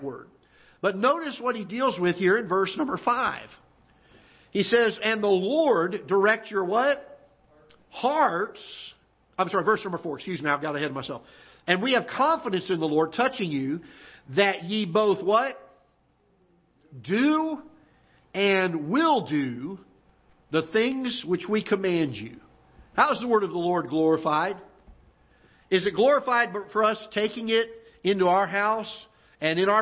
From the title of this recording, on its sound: Ketha Heights Baptist Church ~ Live Broadcast